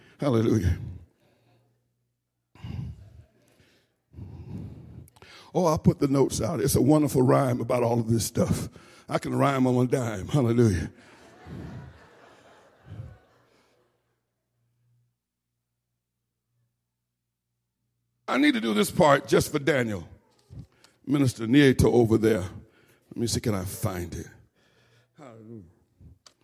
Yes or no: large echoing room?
yes